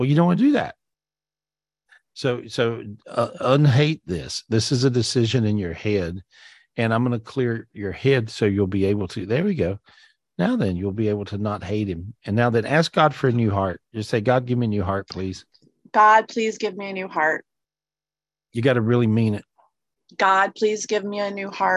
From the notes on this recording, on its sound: This was recorded LIVE on Zoom